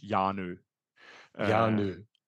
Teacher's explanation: The H is unpronounced, so it's Janu.